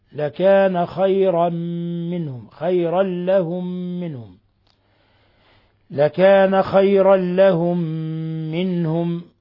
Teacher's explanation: فنسكن الأول وندغم في الثاني فيسمى إضغام مثلين صغير مع غنة مقدارها حركتين من الخشوم